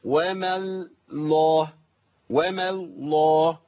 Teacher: وبعدين الهاء بتاعت اسم الجلاله هاء مرققه · احنا عندنا اللام مشدده، اولها مفخم وثانيها مفخم.